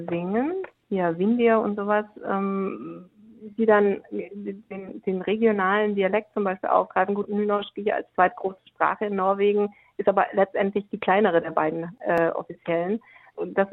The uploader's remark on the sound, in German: stand uns im Telefoninterview Rede und Antwort.